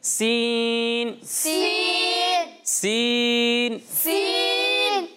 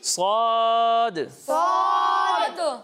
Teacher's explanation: لیکن ان دونوں میں بھی ایک فرق ہے، وہ فرق یہ ہے کہ سین کو باریک پڑھا جاتا ہے اور سواد کو پر پڑھا جاتا ہے، موٹا کر کے پڑھا جاتا ہے